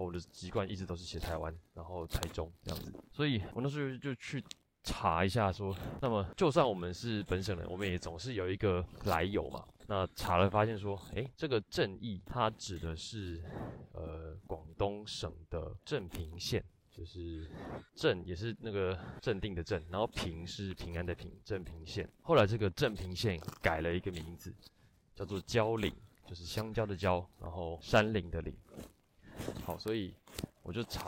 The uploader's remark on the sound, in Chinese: 本集在外散步時錄製，目前還在尋找最佳錄製方法與路線，但今天顯然沒有很成功，因此全程會有耳麥摩擦的聲音，請慎入。